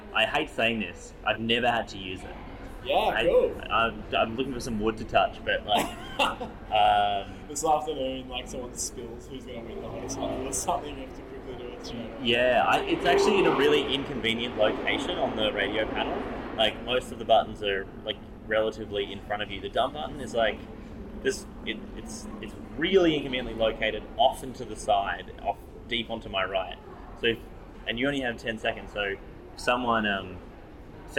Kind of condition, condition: fault, sounds in the background